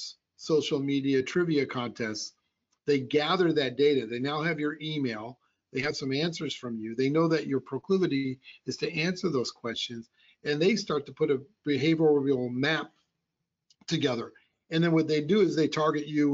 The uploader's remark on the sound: Audio Version of the Webinar.